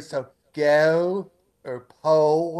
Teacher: the vowels of places like Duke and go and so forth. The vowels are more fronted.